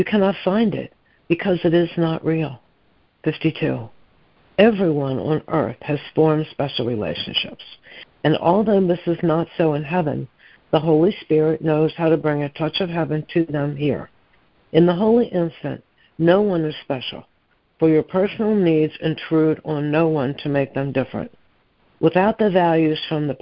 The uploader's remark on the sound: ACIM Daily Conference Call